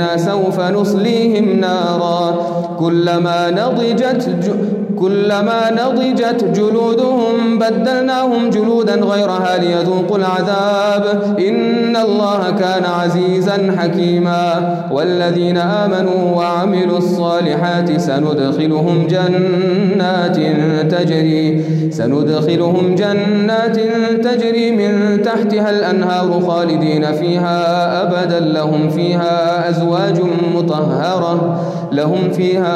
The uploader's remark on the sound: Qiyaam Day 4 at the houghton Houghton masjid